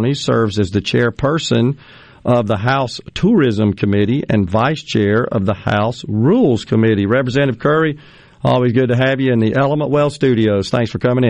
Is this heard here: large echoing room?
no